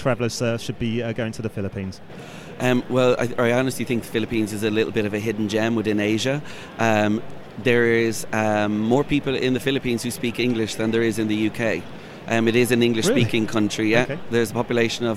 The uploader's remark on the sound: Show 57 was recorded at the 2017 World Travel Market at ExCeL